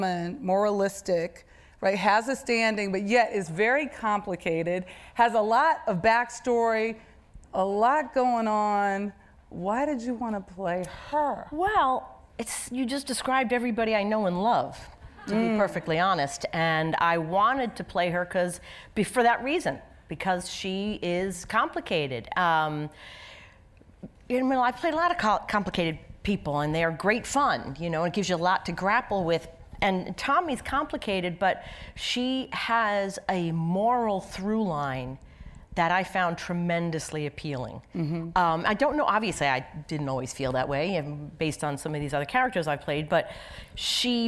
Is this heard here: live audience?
yes